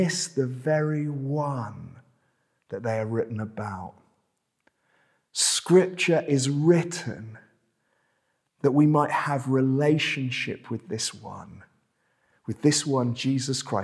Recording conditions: large echoing room